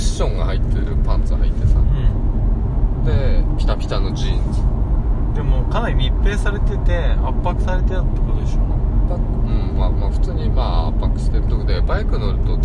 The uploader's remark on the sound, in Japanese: 車内での録音です、音質悪いです